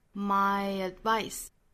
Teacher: My advice, my 加一个小小的 ye 的发音 · Term: 连读